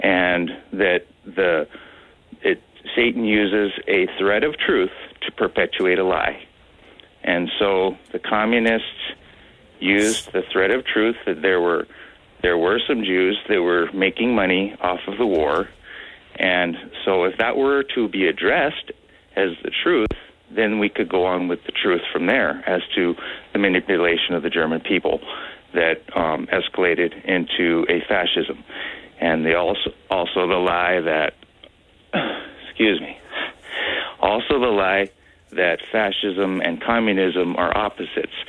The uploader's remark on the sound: Open Phones